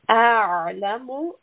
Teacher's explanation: ayn is a letter of the middle throat, so we want a constriction of the sound.